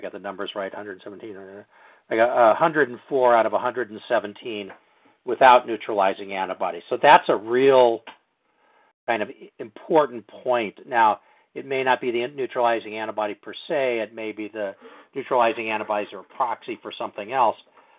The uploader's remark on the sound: Telephone Town Hall - August 23.